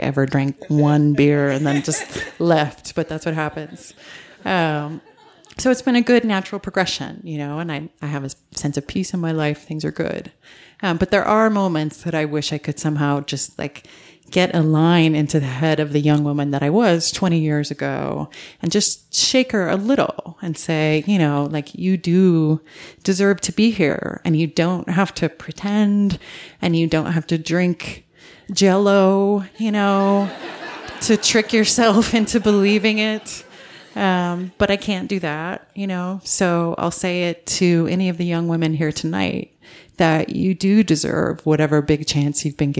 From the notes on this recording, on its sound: in front of a live audience at Buntport Theater